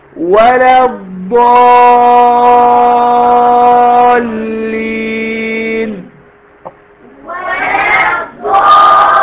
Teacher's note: بمد بقى كتير، ست حركات